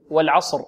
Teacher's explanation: الواو حرف مرقق، وكذلك اللام وكذلك العين